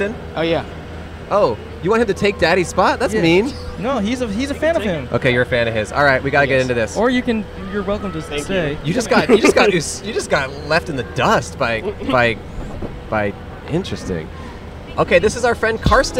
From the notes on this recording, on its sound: We set up at Chicago's famous shiny legume! Recorded on 9/17/21 at Cloud Gate (The Bean) in Chicago.